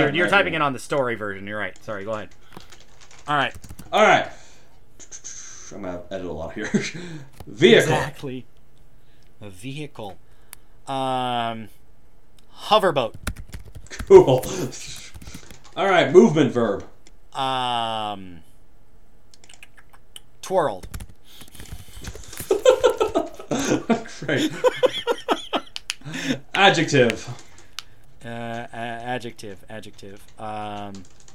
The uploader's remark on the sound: forget what microphone he was using when he bought his new computer and compromised his audio quality